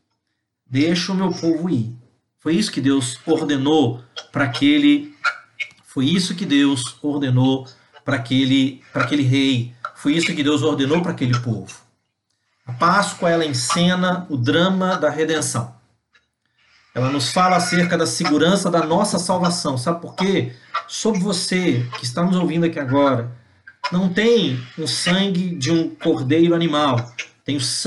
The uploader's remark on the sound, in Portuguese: Palavra compartilhada em uma Live no Instagram